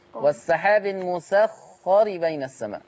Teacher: في خلي بالك من تفخيم الخاء